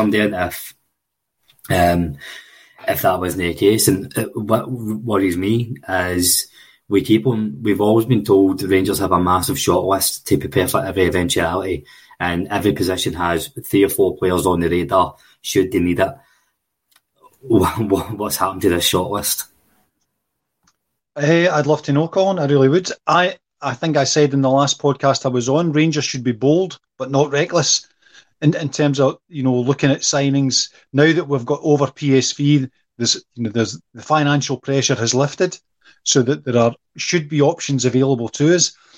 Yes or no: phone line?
no